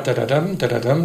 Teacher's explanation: Und es geht auch nicht so abgehackt, nicht so akzentuiert wie im Deutschen, und der Akzent sitzt nicht vorne, sondern hinten. Sprich, es ist eine völlig andere Struktur, eine andere Melodie, andere Konsonantenfolge.